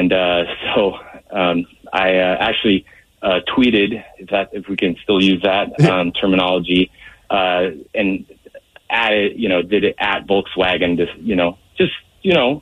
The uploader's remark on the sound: we have the dad on the phone!